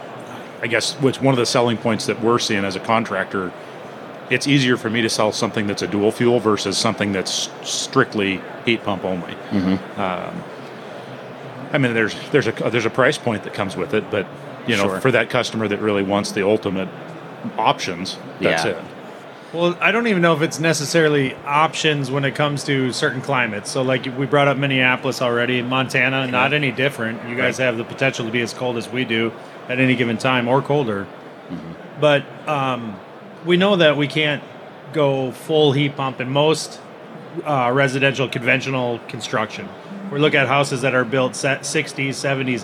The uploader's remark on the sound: live from AHR Expo